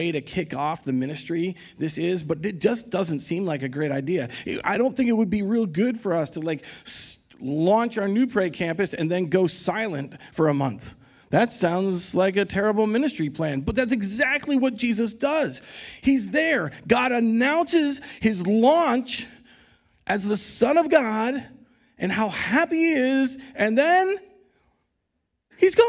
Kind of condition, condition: setting, large echoing room